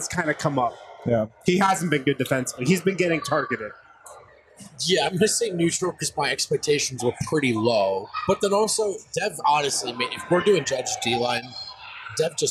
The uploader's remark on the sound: Live from the Basketball Social House in Denver.